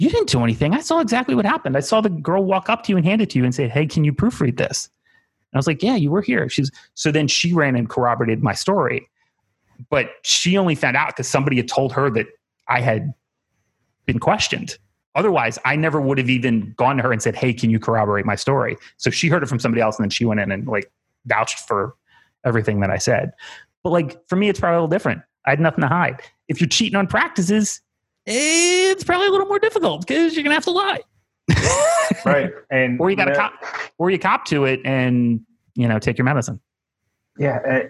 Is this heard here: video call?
yes